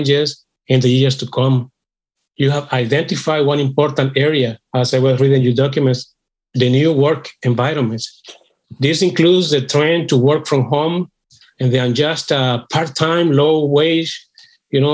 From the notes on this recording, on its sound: GBC's fully digital Labour Fair. A Zoom keynote lecture.